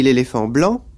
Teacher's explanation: Parce que, quand je dis l'éléphant blanc, tout d'un coup, l'accent est passé sur blanc · Term: désaccentuation